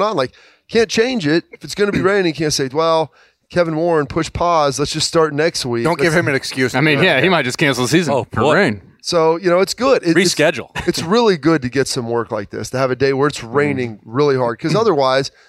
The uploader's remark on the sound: Lettermen Live is back at Roosters on Olentangy River Road in Columbus